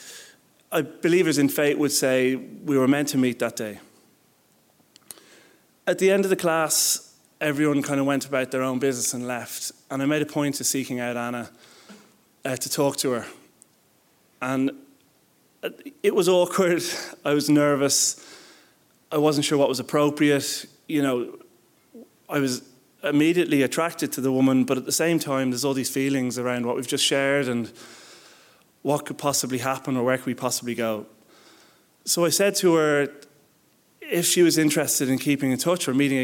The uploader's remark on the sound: Recorded live at The Abbey Theatre.